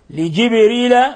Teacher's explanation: نلاحظ كيف الباء سكنت فتقلقل